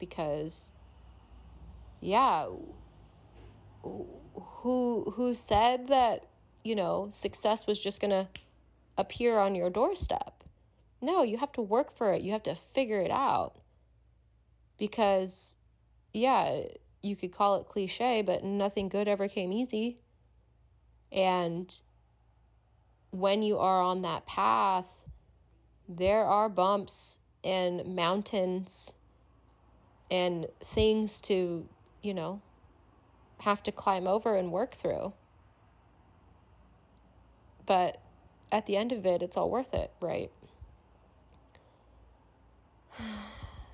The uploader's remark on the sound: pulled straight from voice memos on her phone, these are completely untouched and unedited.